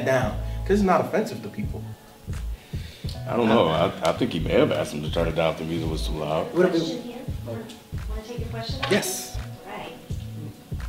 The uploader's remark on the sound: Live Taping at Florida State University.